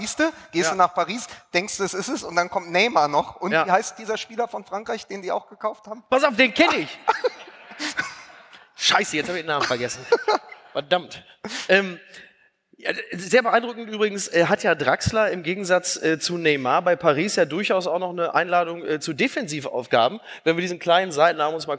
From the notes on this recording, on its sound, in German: bei der OMR Podcast-Nacht in der Elbphilharmonie - Folge 14 von FUSSBALL MML - Der Sky Podcast LIVE.